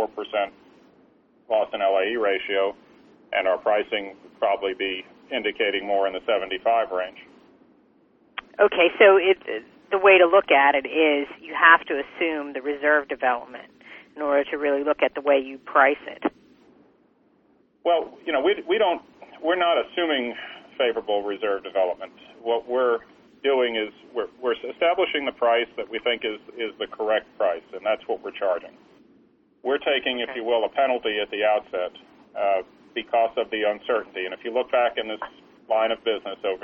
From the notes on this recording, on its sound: ProAssurance Earnings Conference Call.